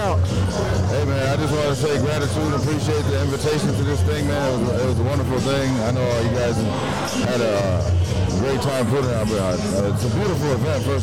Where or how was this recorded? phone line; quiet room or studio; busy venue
busy venue